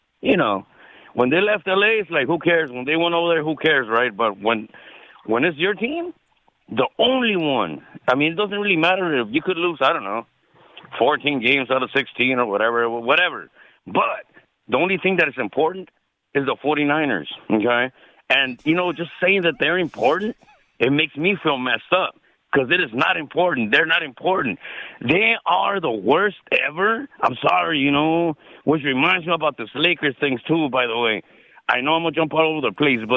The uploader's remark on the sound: Phone Calls